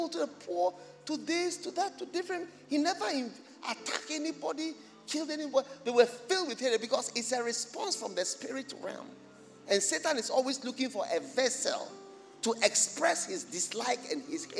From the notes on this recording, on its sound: Preached at the First Love Church Experience Service.